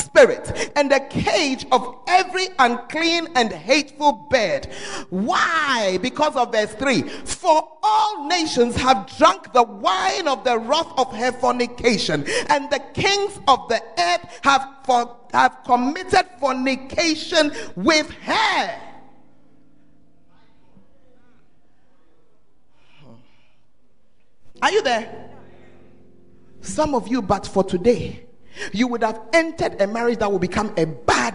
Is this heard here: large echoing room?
yes